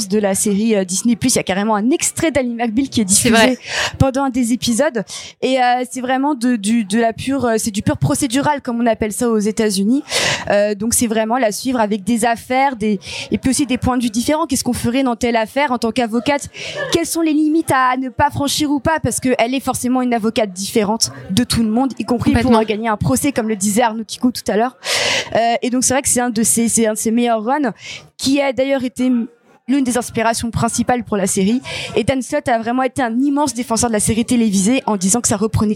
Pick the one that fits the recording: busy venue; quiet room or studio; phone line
busy venue